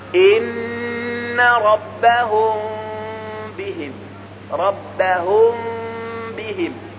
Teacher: من بين الشفتين، بضم الشفتين ضما كاملا. فعندما نخفي الميم نفتح الشفتين فتحة بسيطة · Term: إخفاء شفوي